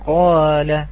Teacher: يفخم القاف ثم يرجع الألف مرققة